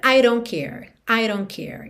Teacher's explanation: E o T de don't a gente não escuta nada, viu?